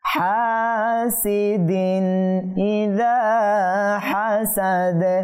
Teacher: তানবিনের পর আমরা দেখতে পাচ্ছি এখানে হামজা আসছে, অর্থাৎ এখানে ইজহার হয়েছে, গুণনা করা যাবে না